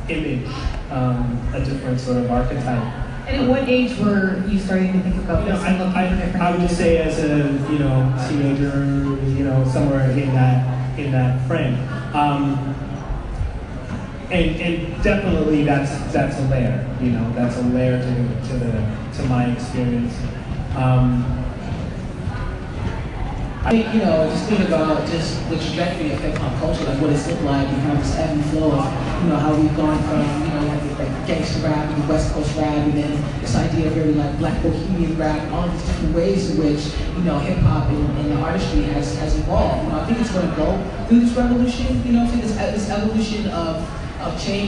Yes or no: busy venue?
yes